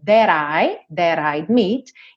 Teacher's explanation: Então temos dois rararã aqui substituindo T e D